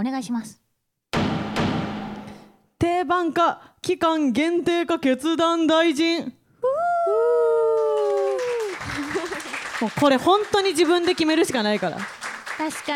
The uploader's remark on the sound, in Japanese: 公開収録回。公開収録「ぱいはわラジオ公開収録〜祝存ぞk…にゃんわん！〜」より。